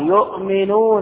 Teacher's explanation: همزة ساكنة أبدلت إلى واو · Term: الإبدال